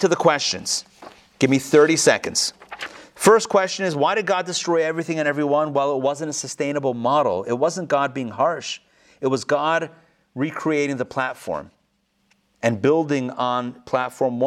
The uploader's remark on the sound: Recorded live in Atlanta on November 3, 2020